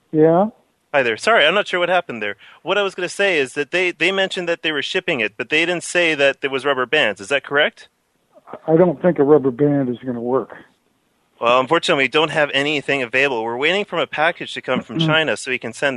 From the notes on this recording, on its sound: Personal Prank Phone Calls Collection